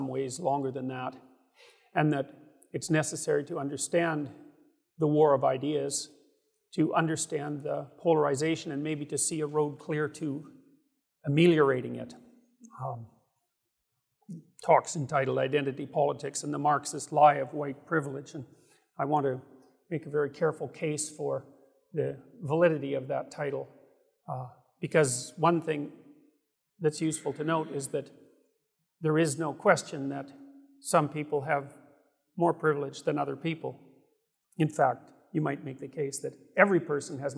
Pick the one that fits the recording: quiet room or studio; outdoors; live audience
live audience